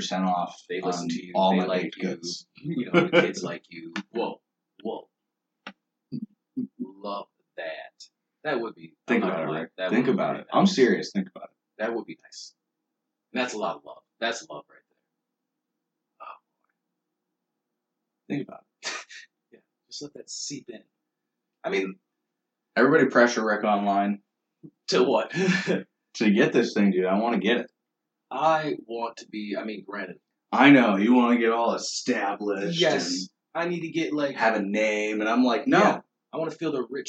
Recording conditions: poor sound quality